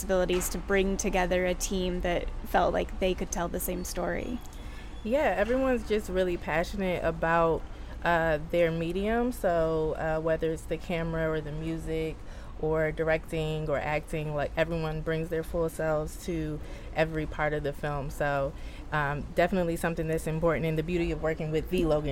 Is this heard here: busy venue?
yes